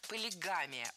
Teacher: Правильно, полигамия. Ударяем третий слог.